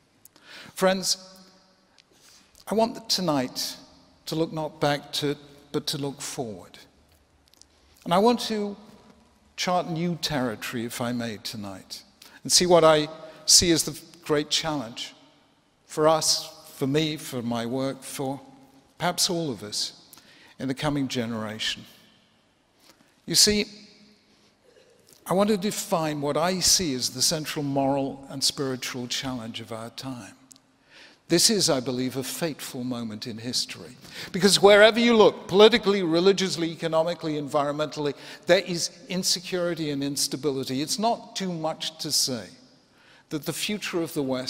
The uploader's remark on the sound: 2016 Templeton Prize Ceremony